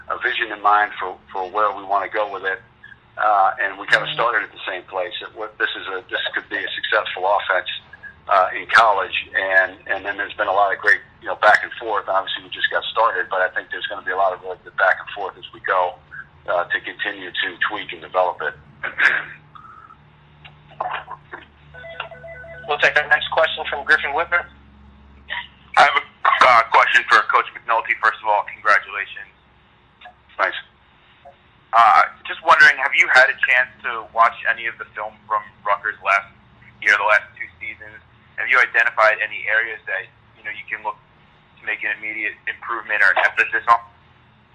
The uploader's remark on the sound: Full Teleconference